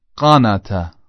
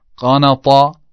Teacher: با طا همون تی دو نقطه رو یه مقدار غلیظش میکنم میشه طا